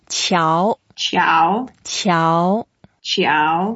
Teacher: Yeah, it's the second tone. So we go up